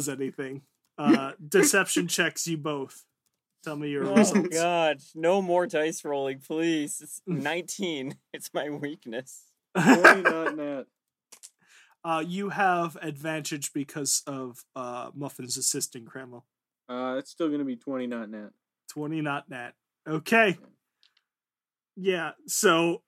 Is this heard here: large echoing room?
no